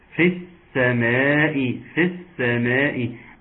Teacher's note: هنسقط الياء بتاعت في، وبعدين نسقط همز الوصل بتاعت كده، وبعدين نسقط اللام